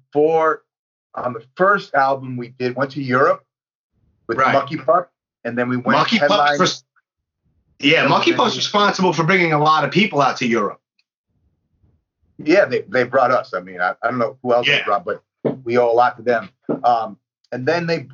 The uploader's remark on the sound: It was his idea to do a Skype interview. The audio isn't the greatest due to it being a Skype call over Wifi from across the country. My apologies for the shotty audio.